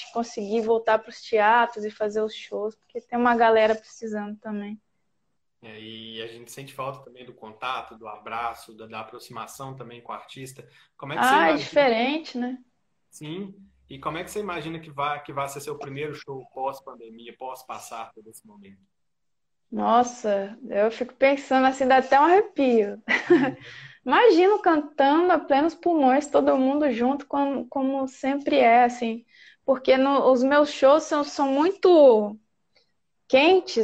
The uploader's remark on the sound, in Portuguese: esteve ao vivo no instagram da Alvorada FM